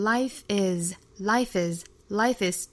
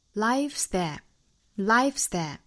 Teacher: 会把它连起来直接读成 life，直接加一个 is 的 s 的发音 · Shown in: second take